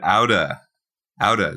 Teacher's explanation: The V-E turned into an uh.